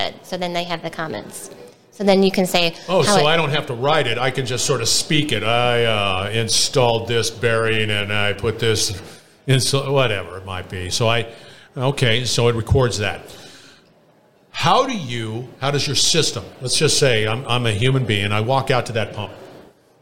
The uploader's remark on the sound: we're onsite at the 30th Annual SMRP conference